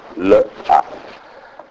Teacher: Poi però se volete fare una dal punto di vista fonetico o fonemico, potete ovviamente distinguere nella parola la, voi avete due suoni, una consonante liquida e una vocale aperta